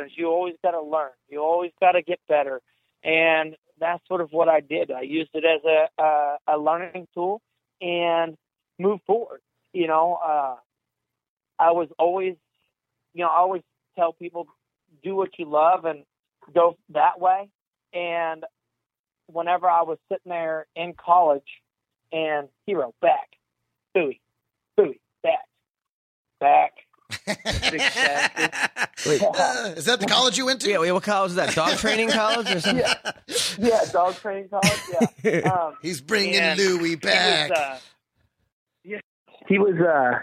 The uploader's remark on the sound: There's also a wrong number phone call to New Jersey and its gets weird.